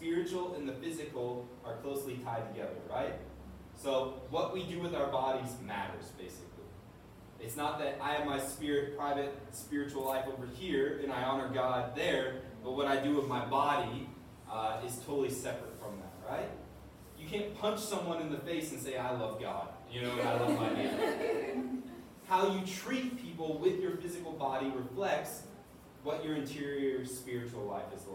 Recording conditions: poor sound quality